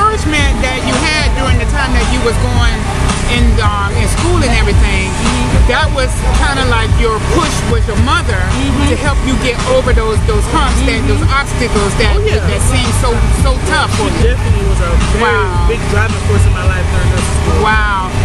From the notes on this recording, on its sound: Coming at you from the annual Swamp Homecoming Festival 2022